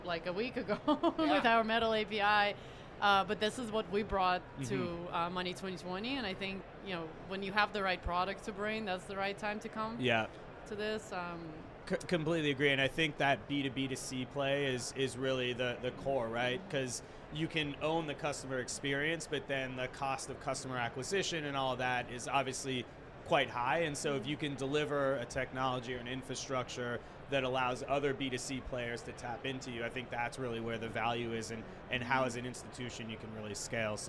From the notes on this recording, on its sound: Recorded at Money20/20 USA in October of 2022.